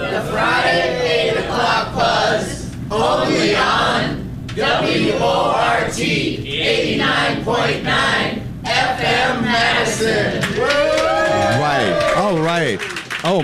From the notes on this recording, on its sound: Live from Willalby's! Is on location at Willalby's on Willy Street, for a year-in-review with special guests.